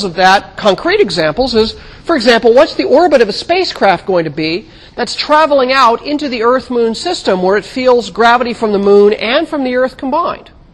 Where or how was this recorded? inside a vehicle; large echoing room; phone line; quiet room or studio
large echoing room